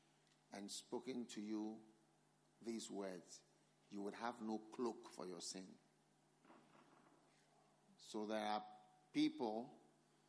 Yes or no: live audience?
yes